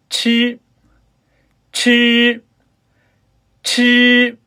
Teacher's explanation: “吃”的话是舌尖后音、送气音、塞擦音 · 发音的情形呢与“之”相同，只是发音的时候气流较强